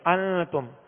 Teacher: ماشاءاللہ یہاں اخفاء کا قاعدہ ہے، نون ساکن کے بعد تا حروف اخفاء میں سے آ گئی، لہذا یہاں اخفاء کا غنہ کریں گے